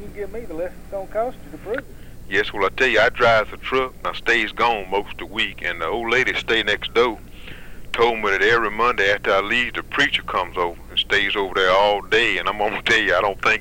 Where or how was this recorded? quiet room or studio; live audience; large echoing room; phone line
phone line